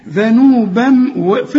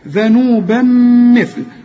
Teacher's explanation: التنوين ده ادغمه في الميم، ذنوبا في اللي شفايفك، ذنوبا مثل، وطلع لسانك في الثاء